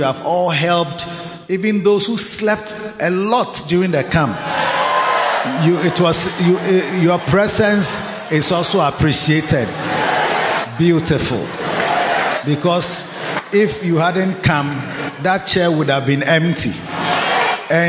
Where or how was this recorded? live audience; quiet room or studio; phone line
live audience